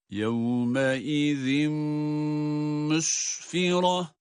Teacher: zel harfi tenvin ile birlikte kendisinden sonraki mime idgam edildiği için